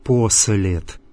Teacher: Полная ступень этого гласного сейчас в русском языке в слове «посылать». Поэтому здесь «послед» «с» не меняется на «ша», как в русском языке